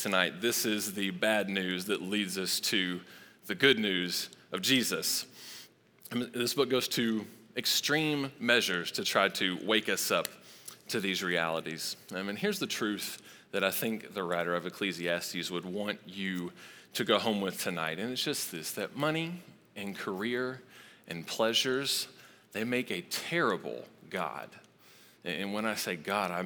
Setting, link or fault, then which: setting, live audience